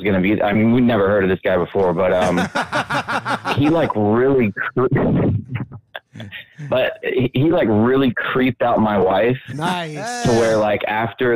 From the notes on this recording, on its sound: The Bathhouse is a live call-in show from the green room of The Stand one of New York City's best comedy clubs.